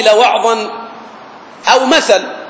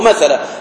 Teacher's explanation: إن للنقص والاستثقال في لفظة القاضي لوعظا أو مثل، كان أولى أن يقول لوعظا أو مثلا هكذا على النصب أو مثلا، لكن هي هذه على لغة ربيعة، لغة ربيعة أنهم يقفون على المنصوب بالسكون، يقفون على المنصوب بالسكون لا بالألف · Shown in: first take